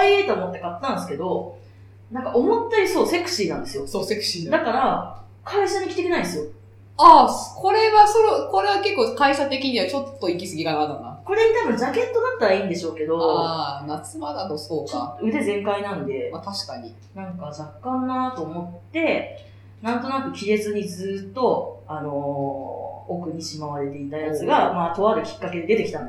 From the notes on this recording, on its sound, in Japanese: 今月ちょっと音質が悪いです。